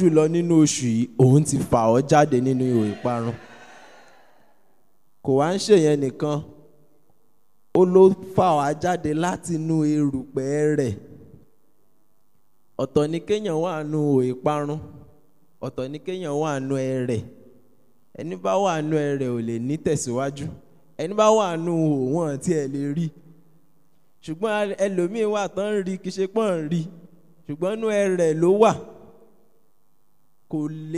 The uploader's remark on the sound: Preached at an early morning prayer meeting at TAC Powerline District in 2015.